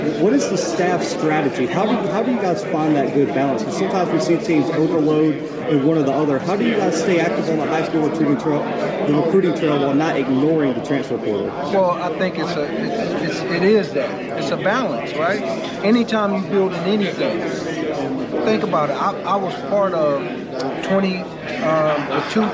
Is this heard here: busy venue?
yes